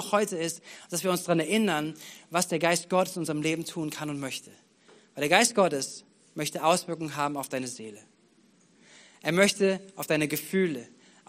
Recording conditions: large echoing room